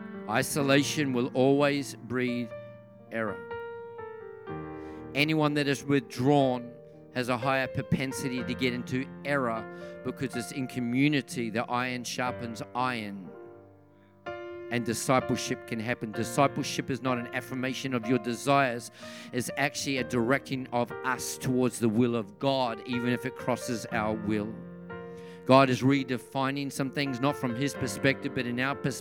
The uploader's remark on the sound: This message was recorded on 06/10/2023 during the 7pm Friday service.